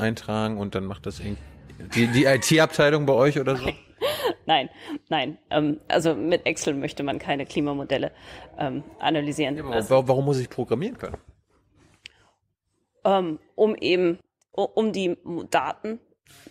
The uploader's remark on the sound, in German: in der Berliner Buchhandlung Ocelot (Brunnenstraße) aufgezeichnet.